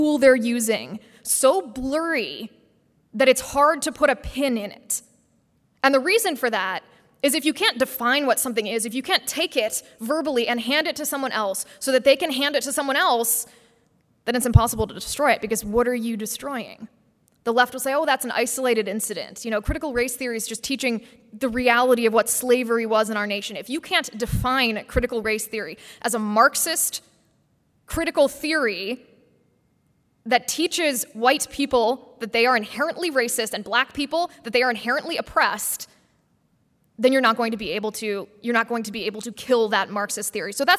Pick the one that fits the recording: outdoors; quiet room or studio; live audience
live audience